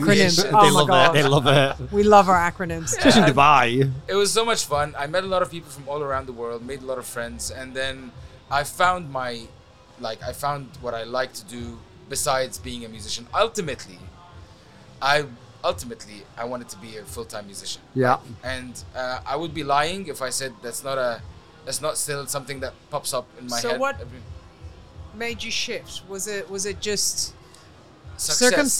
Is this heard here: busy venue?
yes